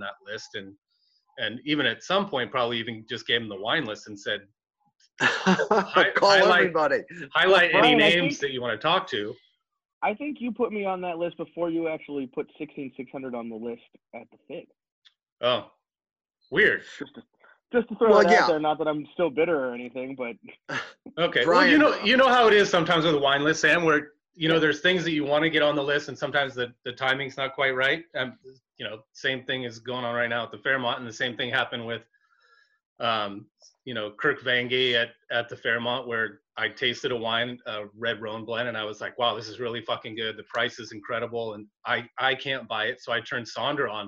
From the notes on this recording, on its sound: Our Zoom invite somehow made it into her “junk” file but we decided to do the show anyway.